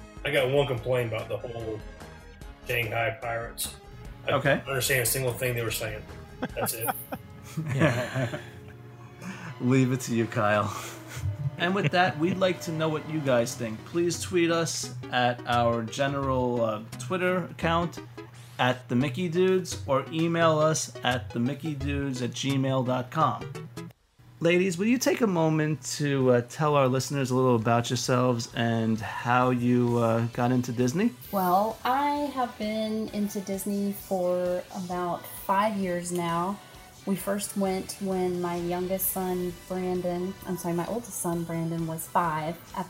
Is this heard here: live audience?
no